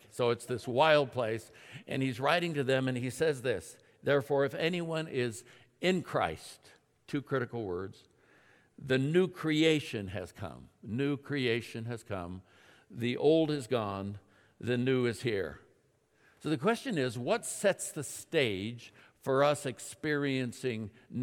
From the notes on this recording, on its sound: At Timberline Church. Live.